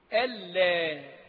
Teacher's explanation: أن المخففة من الثقيلة، لا النافية، أن كلمة، ولا كلمة، ولكن النون إذا جاءت ساكنة واللام بعدها أدغمت إدغاما كاملا بغير غنة